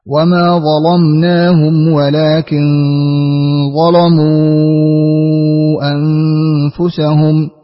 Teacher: ثم قرأ لورش بتغليظ اللام